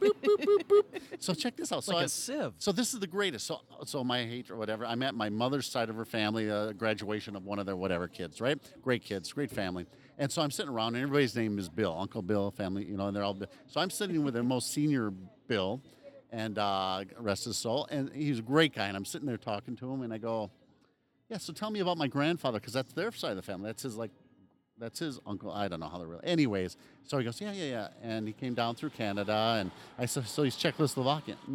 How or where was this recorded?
outdoors